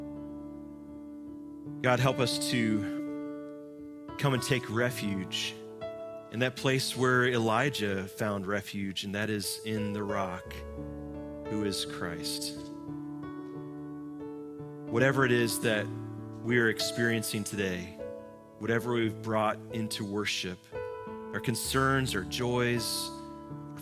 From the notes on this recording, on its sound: Live from our Celebration Ministry Center